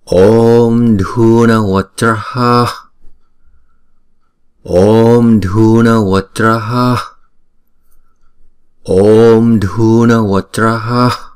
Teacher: Chữ O trong tiếng Phạn là một diphthong, cho nên chúng ta sẽ đọc là kéo dài hai nhịp.